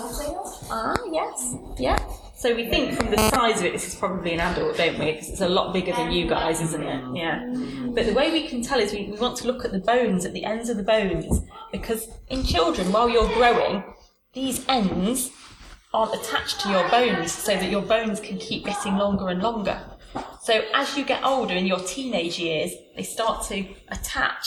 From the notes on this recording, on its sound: Woodland Heritage Festival - Issue 5 - AudioTrail. This is a bit more experimental, an audiotrail around the festival.